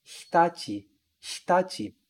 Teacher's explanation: E veja que quando eu pronuncio hitachi, eu não falo hitachi, hitachi. Esse I aqui, ele quase some, né? Ele fica quase mudo. Eu falo assim, ó, hitachi, hitachi.